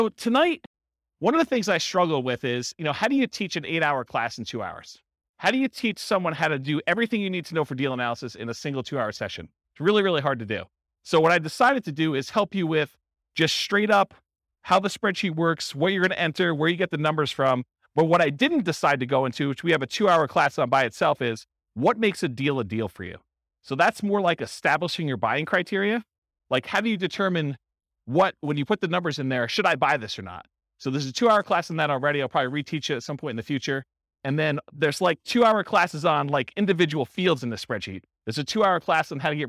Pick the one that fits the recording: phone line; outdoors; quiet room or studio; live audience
live audience